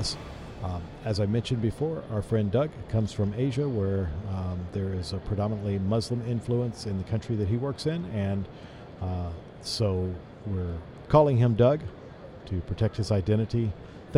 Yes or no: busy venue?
yes